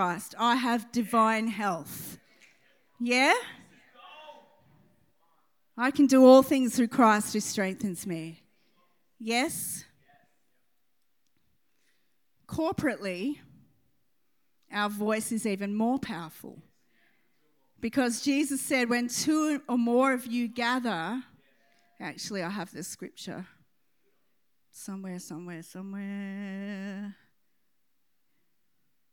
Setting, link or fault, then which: setting, large echoing room